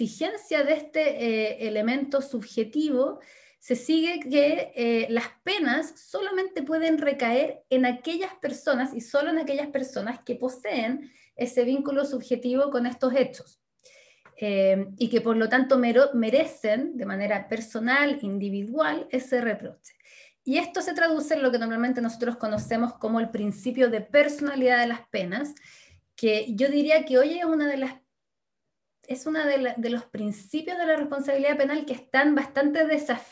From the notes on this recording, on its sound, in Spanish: Actividad organizada por la Facultad de Ciencias Jurídicas y Sociales de la Universidad Austral de Chile y por el Instituto de Ciencias Penales. La presentación online se realizó.